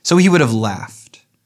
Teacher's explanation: 5 syllables, once again, starting with a stress and ending with a stress